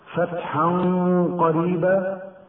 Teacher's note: تنوين وبعده قاف، حكمه الإخفاء مع بقاء الغنة بمقدار حركتين